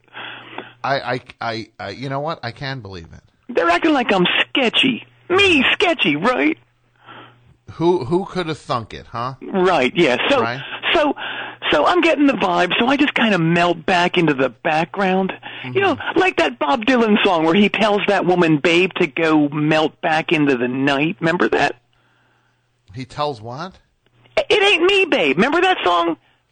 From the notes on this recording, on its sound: Call in from jail.